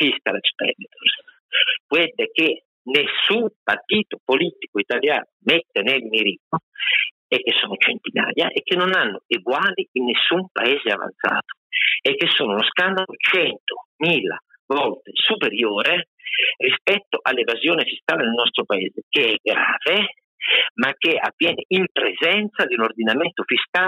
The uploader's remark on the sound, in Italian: purtroppo causa mancanza di connessione siamo costretti a registrare al telefono in area poco coperta